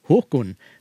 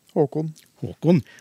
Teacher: Jeg har tonelag én, og du har tonelag to i det ordet.